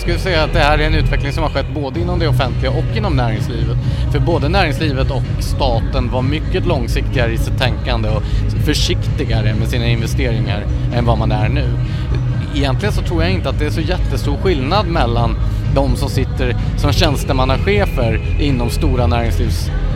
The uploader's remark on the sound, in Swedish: på Friends arena och ser finalen av Melodifestivalen.